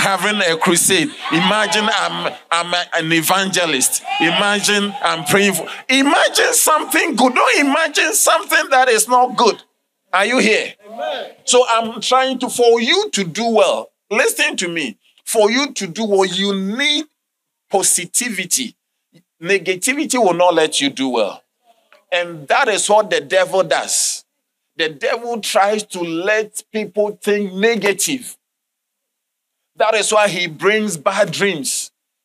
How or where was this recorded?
large echoing room